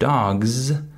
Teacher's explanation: But if I say the word dogs, the final S is voiced. It has vibration.